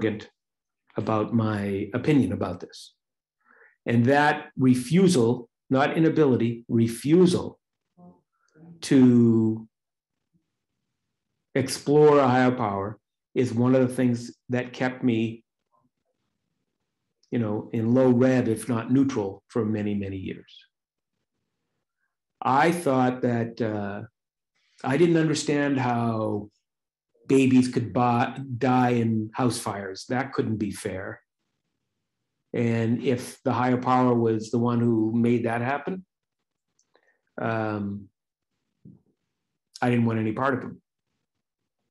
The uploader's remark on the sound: Recorded at the Recovery From Relapse Special Focus Meeting